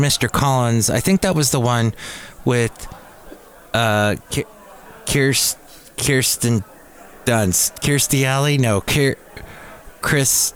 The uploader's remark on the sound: Podcasts live from Cafe Anyway.